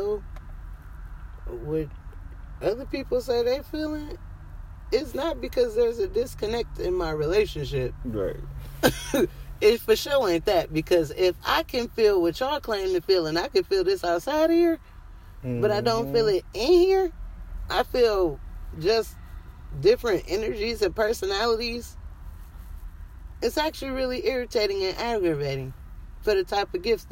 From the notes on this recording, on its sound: Conversations in the car with my best friend.